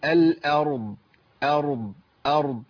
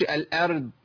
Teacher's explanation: ارقق الهمزه لكن افخم الراء · Shown in: first take